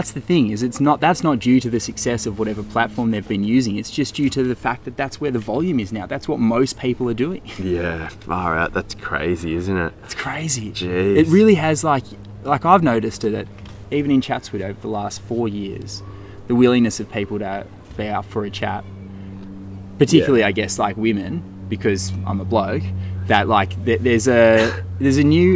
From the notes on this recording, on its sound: We lit a couple of homemade candles to kick this one off, which was a challenge in the wind. There’s a tiny bit of wobbly sound around the 10minute mark as nature joined us shooting the breeze, but otherwise it’s a crystal clear yarn from yet another incredibly picturesque cove of Sydney harbour. It was a bloody treat to be back in the bush with the microphone after an extended hiatus.